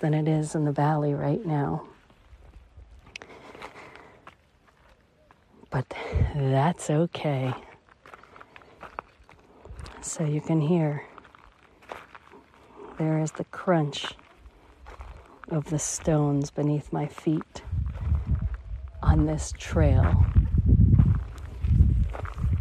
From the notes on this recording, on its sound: LIVE from Las Vegas Red Rock Canyon. In Red Rock Canyon in the Spring Mountain in Las Vegas, Nevada, USA. This is a special on location Walk and Talk during our Mindfulness Summer Tour 2022.